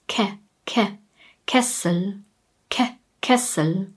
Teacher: Am Ende haben wir wieder den Schwarlaut, das unbetonte E, Käse. In dem Wort Kessel schreiben wir als erstes ein E und sprechen es wie ein kurzes Ä aus.